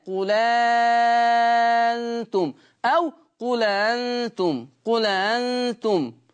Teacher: احنا بننقل حركة الهمزة الاولى الى اللام، قول انتم او قول انتم قول انتم. · Term: النقل